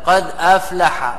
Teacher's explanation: نقل حركة الهمزة إلى الساكن قبلها · Term: النقل